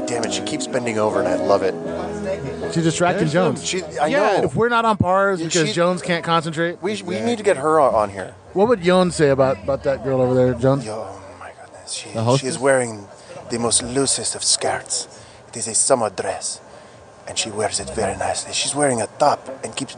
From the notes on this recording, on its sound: This is a special episode recorded at Lagunitas Brewery in Petaluma.